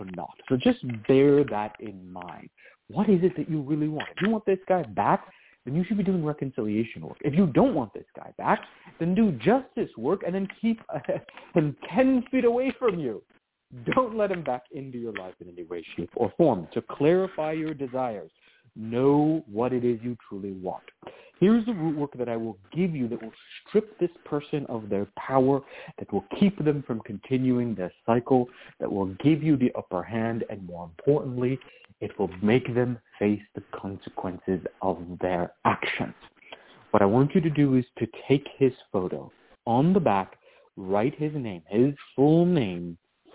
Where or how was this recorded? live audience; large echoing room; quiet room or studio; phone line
phone line